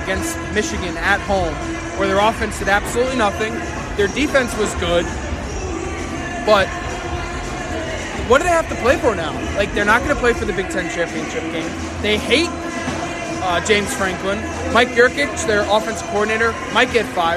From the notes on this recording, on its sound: Live from Jersey Mike'a Arena. Live from Jersey Mike's Arena ahead of Rutgers victory over Georgetown.